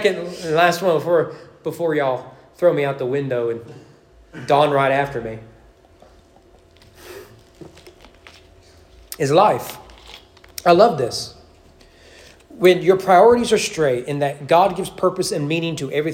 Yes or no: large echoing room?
yes